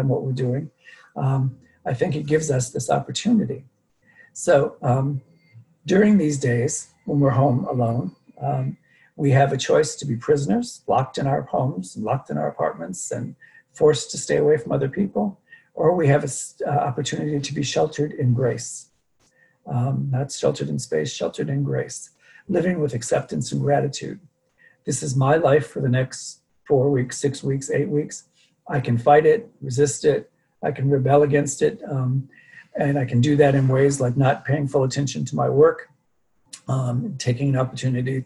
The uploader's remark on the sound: Dharma talk via Zoom.